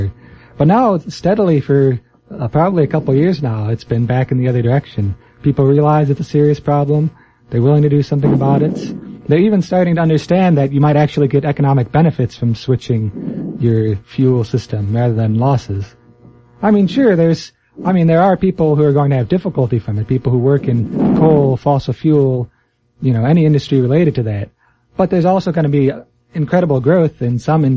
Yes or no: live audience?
no